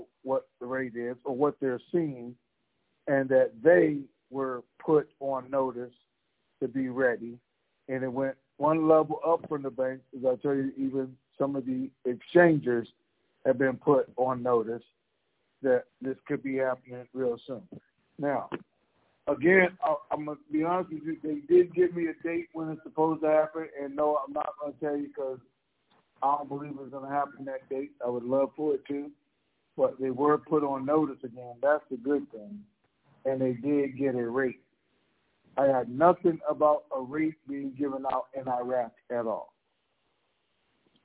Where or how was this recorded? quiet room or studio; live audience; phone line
phone line